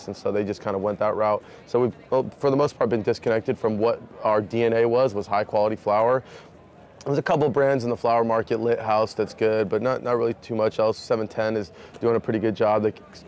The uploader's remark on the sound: Live from New West Summit.